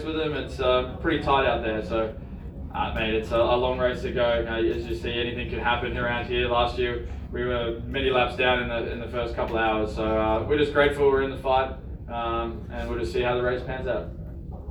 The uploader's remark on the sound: Live from Daytona